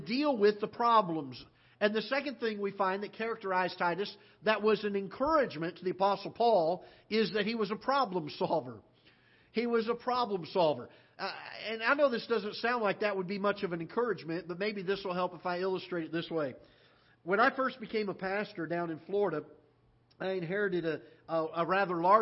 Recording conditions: large echoing room